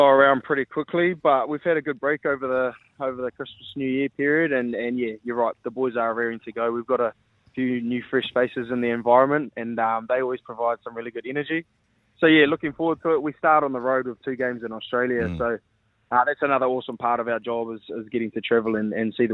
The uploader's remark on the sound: joined us on the phone today